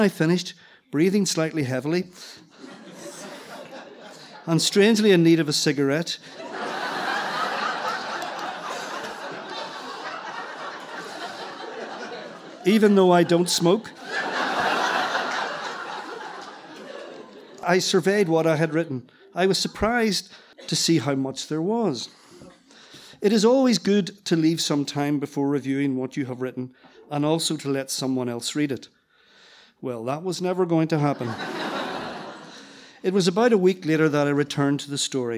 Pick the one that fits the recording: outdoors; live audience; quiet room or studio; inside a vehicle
live audience